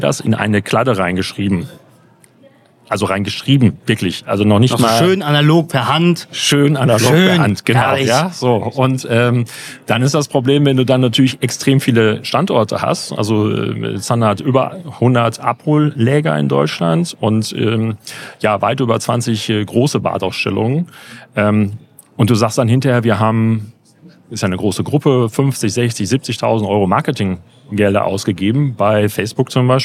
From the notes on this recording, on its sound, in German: Live aus dem Podcast PopUp Studio. Die CX Days 2023.